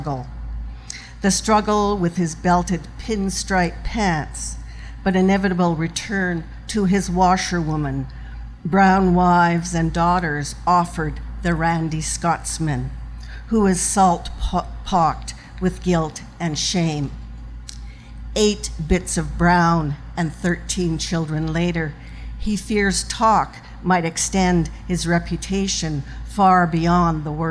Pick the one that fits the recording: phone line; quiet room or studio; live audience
live audience